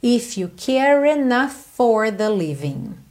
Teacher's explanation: E logo depois você tem for, que começa em F, então vai soar um F só.